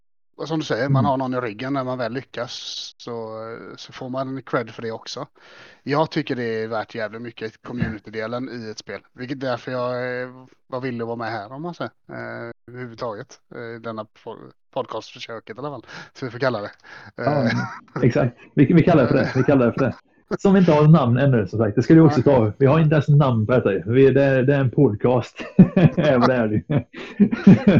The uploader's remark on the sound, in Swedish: Med en havererad mic.